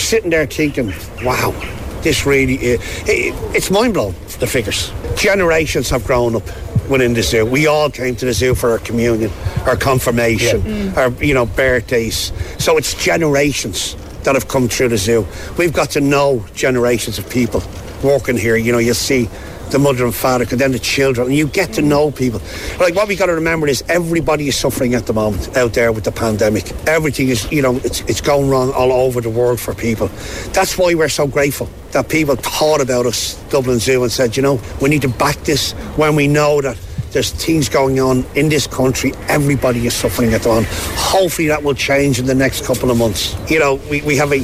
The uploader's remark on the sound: We bring you all the behind the scenes audio from our trip to Dublin Zoo. They kindly invited us in to see how the animals were getting.